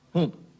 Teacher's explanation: Der Honig, weil er etwas zu vollmundig ist für uns, verliert N- und Vokalfülle und wird zum nasal herausgequetschten Heng. Die Aussprache ist höchstens um eine Kleinigkeit nasaler, die gleiche wie bei Weg und Steg.